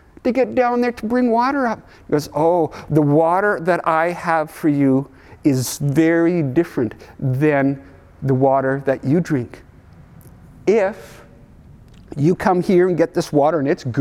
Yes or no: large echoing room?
yes